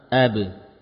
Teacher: setelah qalqalah jangan ditutup suara qalqalah itu dengan hamzah sukun. Misalkan ab, jangan diberi hamzah ab.